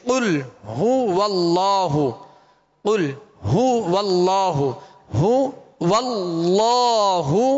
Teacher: اب ہا کا پیش، اس کو دراز بھی نہیں کرنا، ہونٹوں کو گول بھی کرنا ہے، ہا کو واضح ادا کرنا ہے